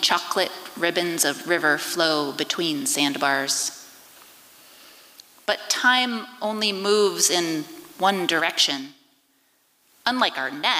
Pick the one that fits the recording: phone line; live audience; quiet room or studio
live audience